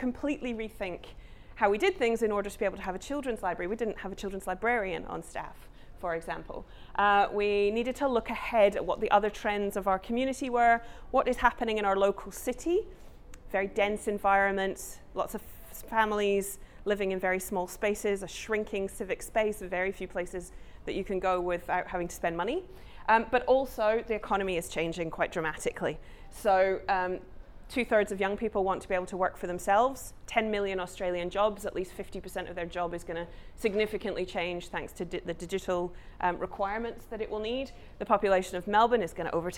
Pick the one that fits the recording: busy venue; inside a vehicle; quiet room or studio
busy venue